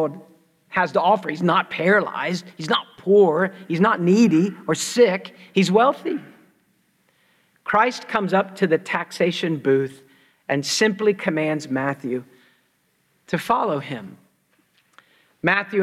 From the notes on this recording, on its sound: preached at Christ Church New Albany